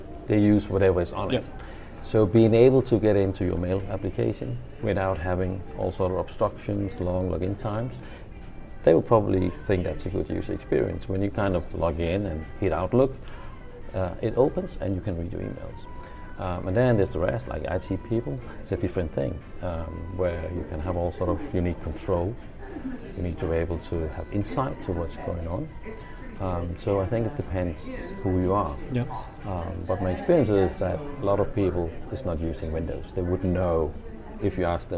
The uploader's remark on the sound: The fifth episode recorded at Microsoft Ignite in Orlando is up!